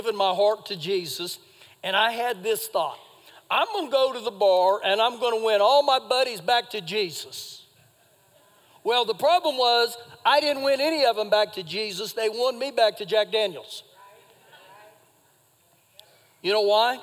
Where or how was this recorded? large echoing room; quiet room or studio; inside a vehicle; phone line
large echoing room